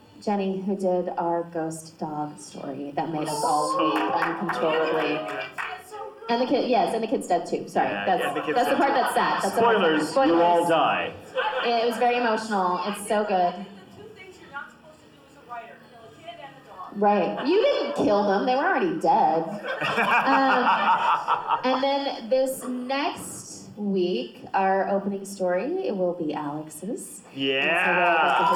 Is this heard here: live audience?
yes